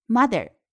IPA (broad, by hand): 'mʌðə